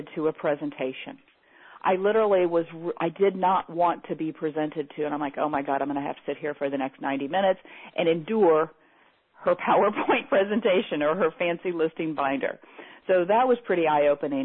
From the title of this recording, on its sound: Teleseminar Recording